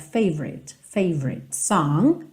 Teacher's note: Esse O do favorite não é muito pronunciado, tá? Então você meio que passa direto, favorite song.